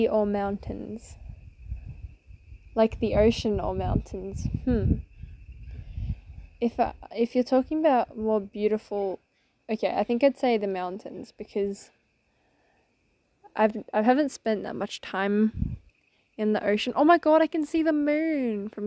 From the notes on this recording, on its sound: Sorry about the wind I had to improvise.